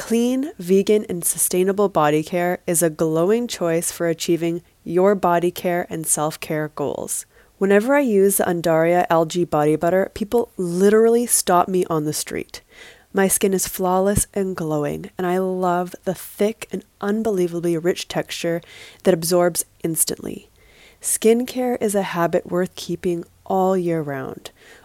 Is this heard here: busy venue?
no